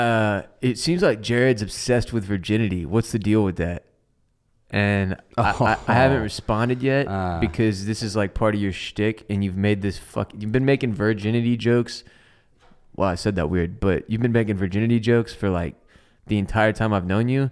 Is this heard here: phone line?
no